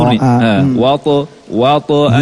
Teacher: Jadi ta-nya tanpa ada dorongan nafas gitu. Yang kedua tidak ada tambahan hamzah.